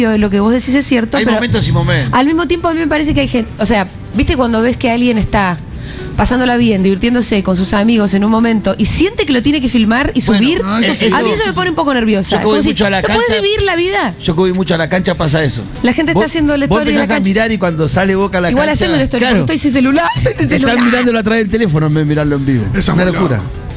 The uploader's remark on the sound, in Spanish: en vivo en la terraza de Yunta Bar